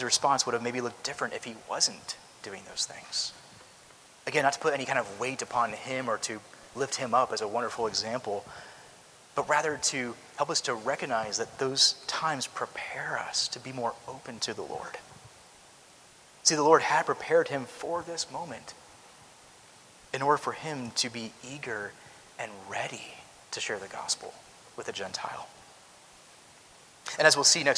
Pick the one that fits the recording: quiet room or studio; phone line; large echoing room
large echoing room